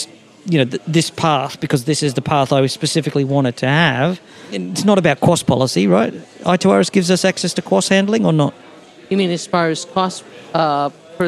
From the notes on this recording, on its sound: This Priority Queue episode was recorded live at IETF 96.